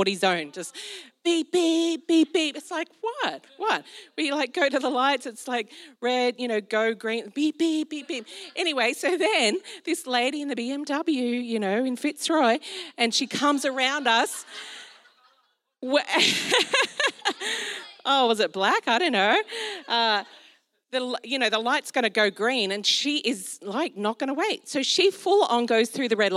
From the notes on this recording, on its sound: This was recorded in our Melbourne East service on Sunday, the 4th of December 2022.